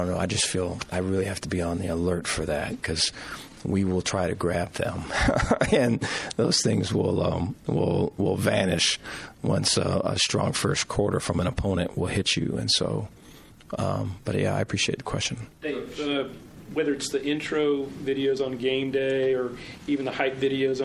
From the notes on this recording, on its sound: Press Conference